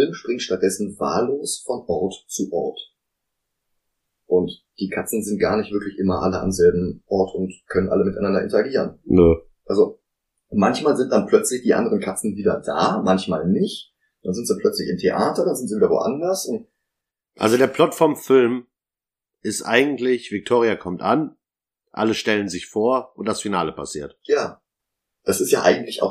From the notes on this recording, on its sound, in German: Die Soundqualität ist kein Aprilscherz, sondern ein Unfall. Mehr konnte ich aus der Aufnahme leider nicht herausholen.